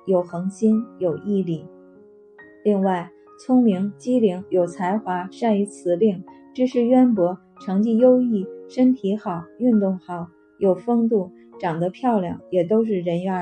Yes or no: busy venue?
no